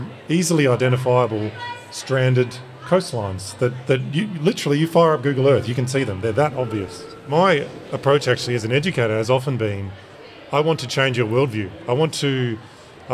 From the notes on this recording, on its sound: This episode was recorded LIVE during South Australia’s Science Alive event, the STEM Day Out, as part of National Science Week.